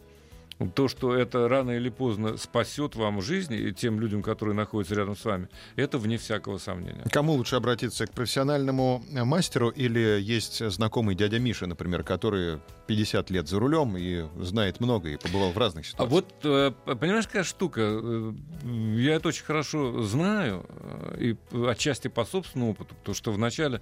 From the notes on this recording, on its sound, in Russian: По телефону новость прокомментировал председатель правления «Гильдии автошкол».